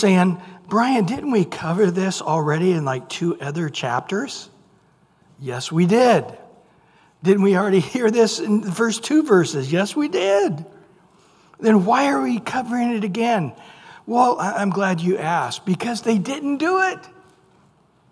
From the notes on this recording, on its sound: Recorded at Calvary Chapel of Los Alamitos on June 21 2023 on Wednesday evening sermon.